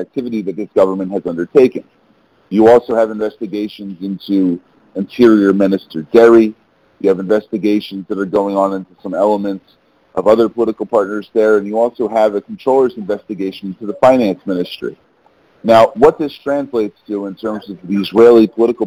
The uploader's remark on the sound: briefed the Middle East Forum in a conference call on April 3, 2018.